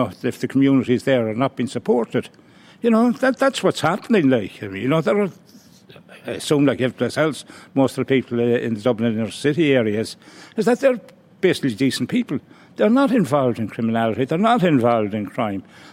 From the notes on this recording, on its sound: joined LIVE at the International Rugby Experience in Limerick